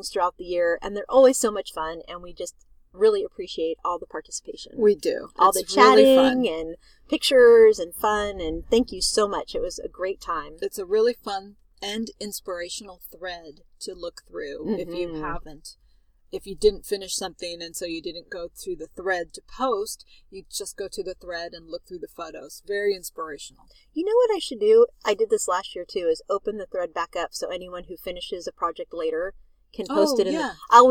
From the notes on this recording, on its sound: On location recording from the beach in Santa Cruz!